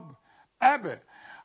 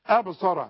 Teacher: وكلمة أبصر لازم الباء دي تقلقل، ما أقولش أبصر أب، شوف أب أب، قلقلة الباء أقفل شفايفي وافتحها على طول